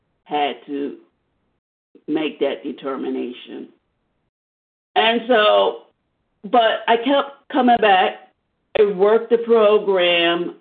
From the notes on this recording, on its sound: 100 Pounders Phone Meeting